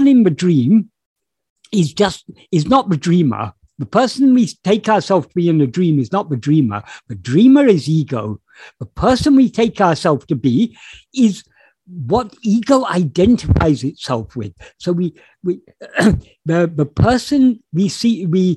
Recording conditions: video call